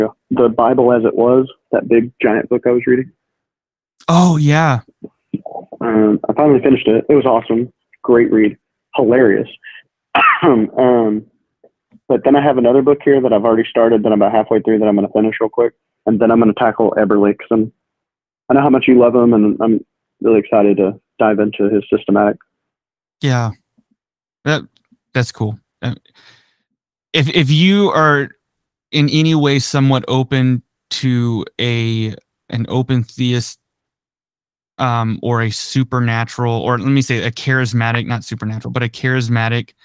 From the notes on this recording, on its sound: had an impromptu phone conversation